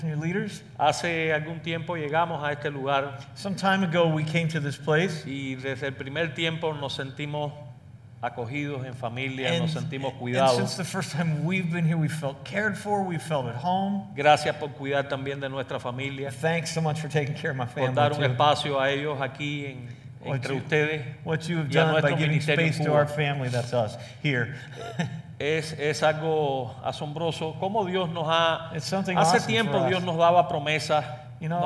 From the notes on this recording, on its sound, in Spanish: Fue capturado en vivo el 6 de octubre de 2019 en la iglesia 4 Corners en West Chester, OH.